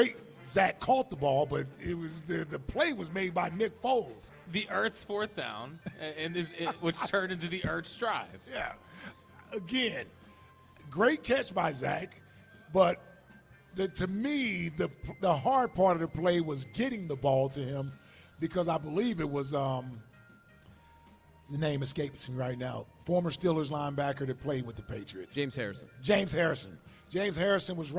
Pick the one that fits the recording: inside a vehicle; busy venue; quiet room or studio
busy venue